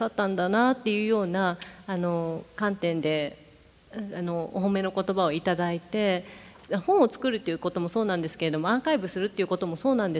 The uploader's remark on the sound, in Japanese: 横浜市立図書館100周年記念講演会